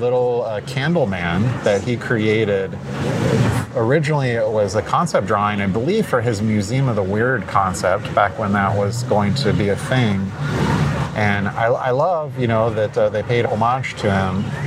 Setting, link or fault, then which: setting, busy venue